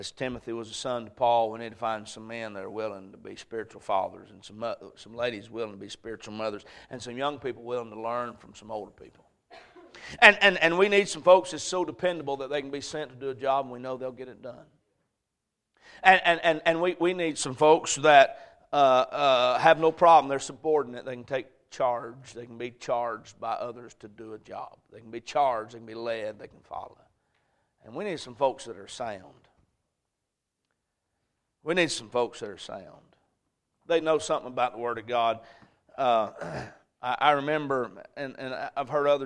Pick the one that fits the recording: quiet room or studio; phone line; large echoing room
large echoing room